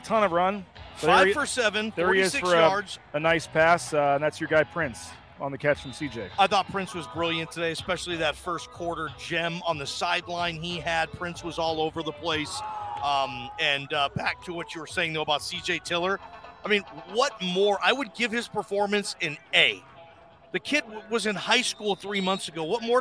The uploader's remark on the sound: Live from The James after the Boise State football Spring Game. Bronco Nation News is live at The James Kitchen and Bar near Albertsons Stadium.